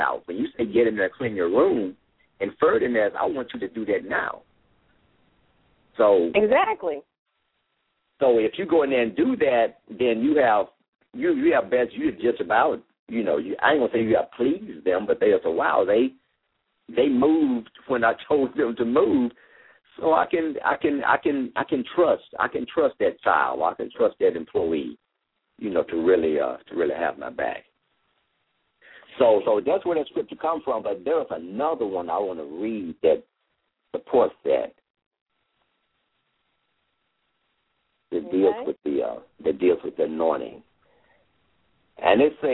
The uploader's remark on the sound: LML uses a progressive live call in format.